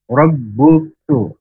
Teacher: huruf kaf dari pangkal lidah agak ke depan dan hemes atau berdesis